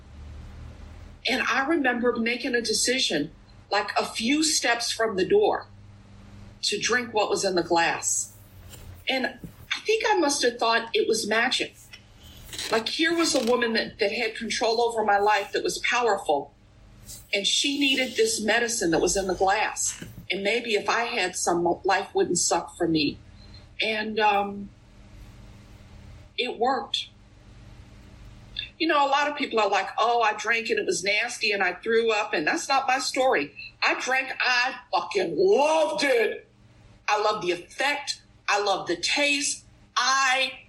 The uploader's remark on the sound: at the Bronx Big Book zoom meeting